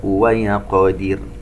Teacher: نشبع كسرة الدال لإعطائها حقها، ومن ثم نحصل على راء مرققة بالشكل الصحيح